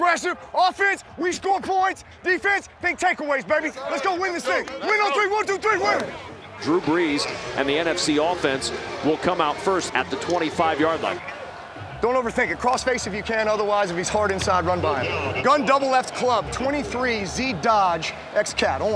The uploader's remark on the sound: Best Mic'd Up Sounds of Pro Bowl, 2018